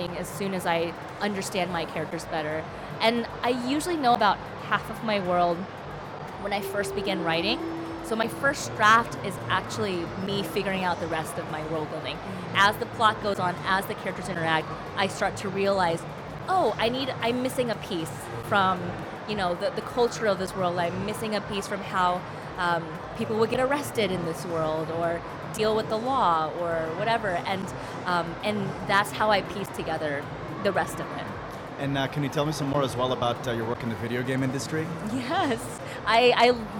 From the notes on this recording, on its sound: Live interview from SIBF 2022